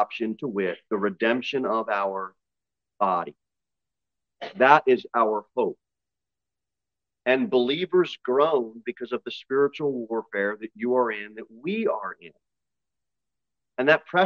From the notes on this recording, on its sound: Sermon delivered at Pilgrim Baptist Church on Sunday, June 18, 2023, at 2:15 pm.